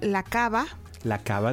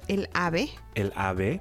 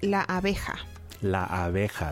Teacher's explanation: I want you to think of it as a bilabial fricative, which is a sound that doesn't exist in English.